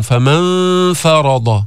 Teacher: فخم الضاد، فخم الراء، بس تفخيم الضاد أقوى من تفخيم الراء، ومن رق الفاء ومن جيب الإخفاء قبلهم.